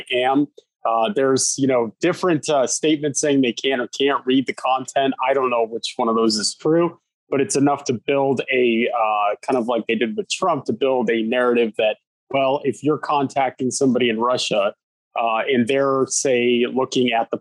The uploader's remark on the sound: sits down over Zoom